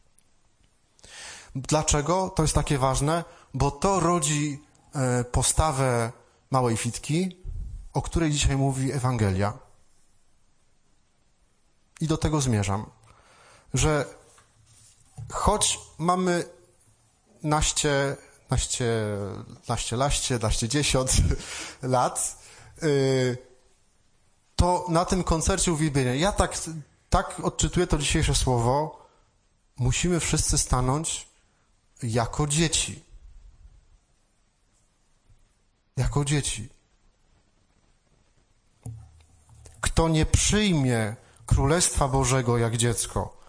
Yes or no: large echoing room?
yes